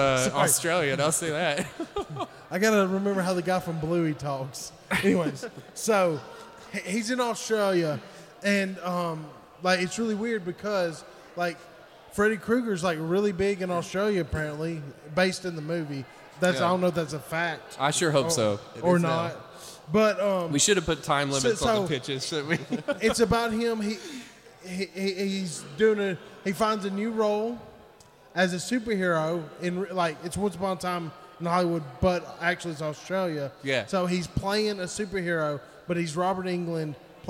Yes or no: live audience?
yes